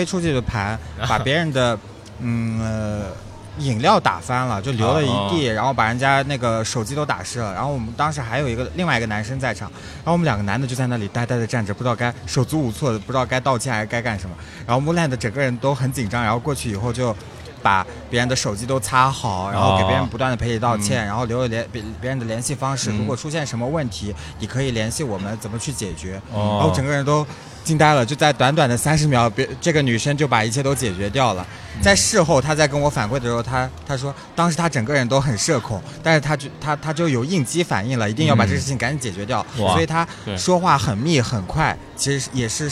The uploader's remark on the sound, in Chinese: 市集现场。尤其在市集摆摊过程中。我们还是尝试了一次公开录音，面对形形色色走过的观众。